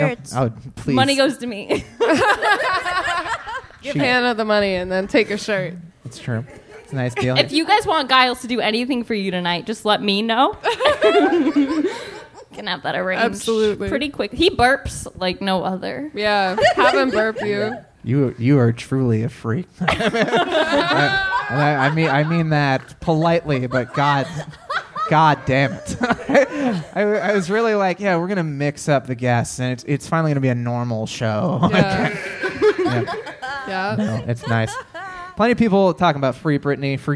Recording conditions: live audience